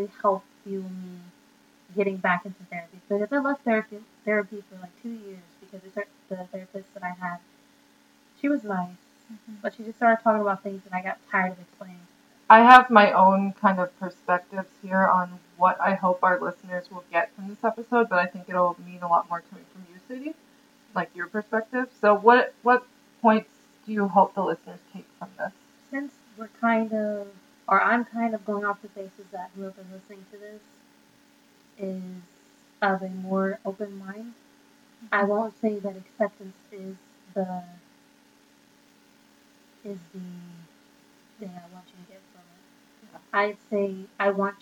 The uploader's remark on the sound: Our one regret is the sound quality (we had some acoustics problems while being “on the road”/mobile as a podcast crew).